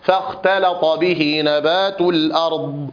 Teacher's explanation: فتجد اللسان يرتفع عند الخاء وينزل عند التاء واللام ثم يصعد عند الطاء